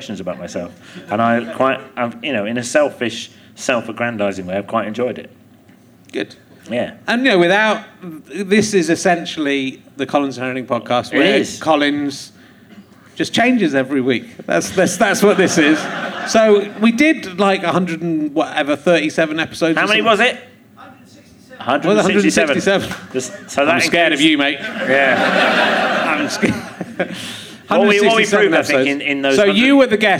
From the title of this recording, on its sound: Leicester Square Theatre Podcast